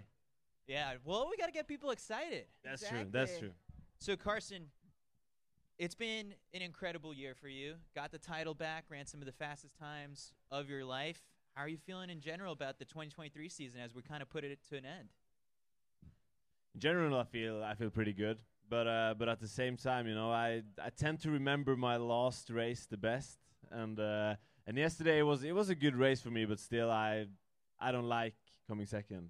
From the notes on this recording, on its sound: Live From The Prefontaine Classic. The official pregame show of the 2023 Prefontaine Classic in partnership with TrackTown USA.